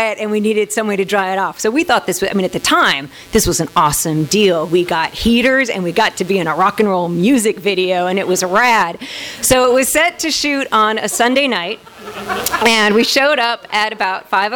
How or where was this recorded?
live audience